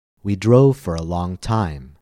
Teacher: Notice how I stressed drove, long, and time. · Term: content words